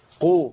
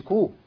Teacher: القاف المضمومة تبدل بكاف بسهولة · Shown in: second take